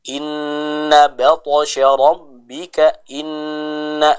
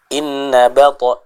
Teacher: Kita baca dengan menahan terlebih dahulu huruf nunnya. · Shown in: first take · Contoh, inna batasya rabbika inna. · Term: gunnah